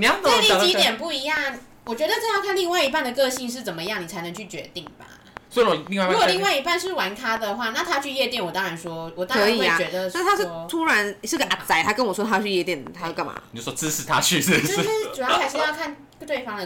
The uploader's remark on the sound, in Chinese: 這集節拍器忘記關了，可能稍微有些雜音